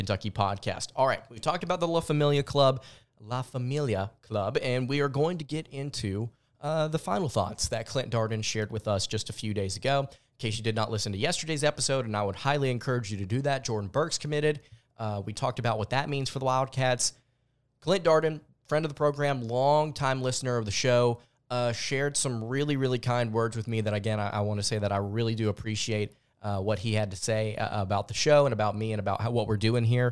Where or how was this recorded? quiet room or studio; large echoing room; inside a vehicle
quiet room or studio